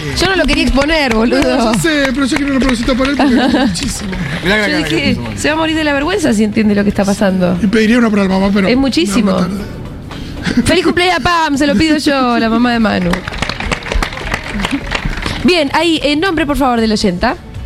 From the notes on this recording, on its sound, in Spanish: En vivo en la terraza de Yunta Bar.